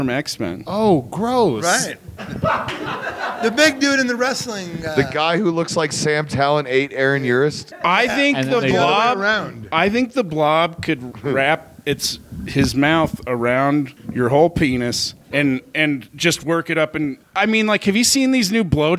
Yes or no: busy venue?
yes